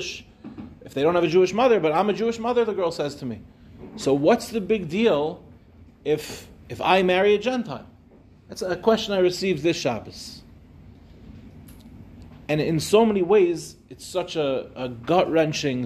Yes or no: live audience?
yes